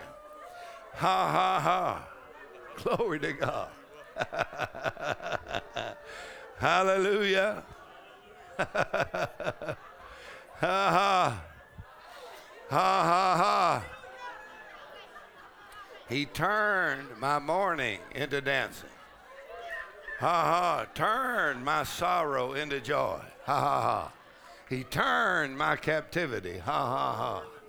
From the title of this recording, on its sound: Faith and Fire Conference: Monday Night